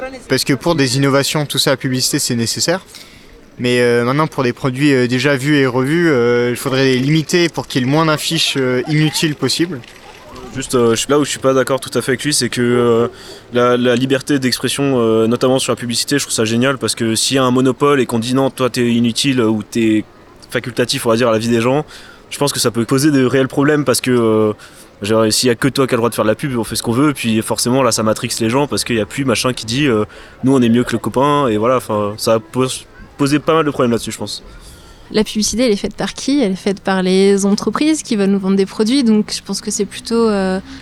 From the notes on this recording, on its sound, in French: Microtrottoirs enregistrés entre février et juin 2023